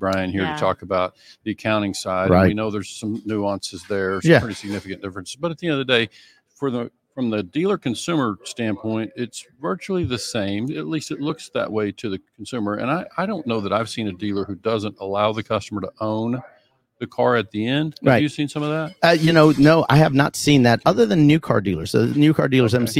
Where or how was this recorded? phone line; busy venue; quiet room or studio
busy venue